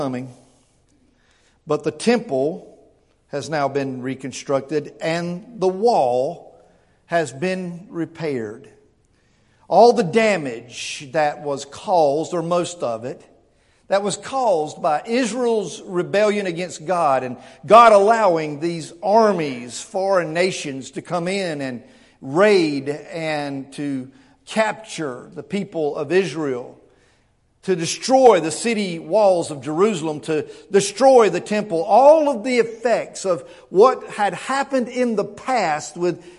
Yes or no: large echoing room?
yes